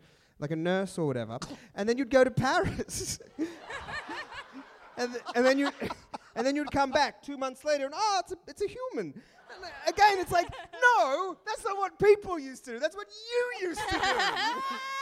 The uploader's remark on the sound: this is our Sydney live show